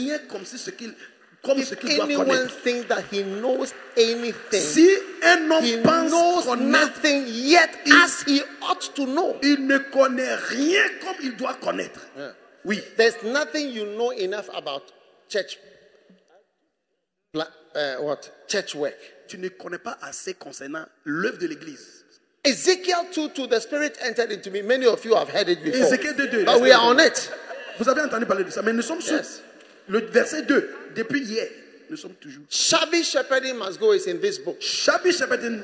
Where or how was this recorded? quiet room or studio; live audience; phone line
live audience